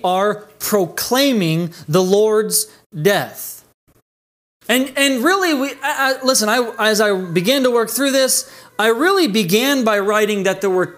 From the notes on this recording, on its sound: This message was delivered on August 30th, 2020 at Redeemer Community Church.